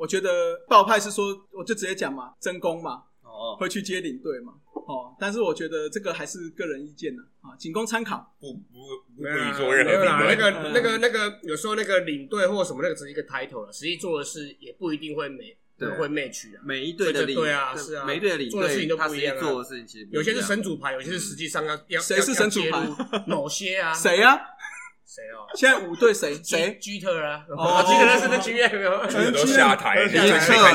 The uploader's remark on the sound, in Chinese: 漂浮台北。酒吧內錄音，音質較差，請見諒。